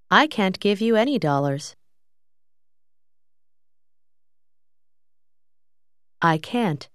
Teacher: quando si utilizza can't con altre parole, il suono finale T non è molto forte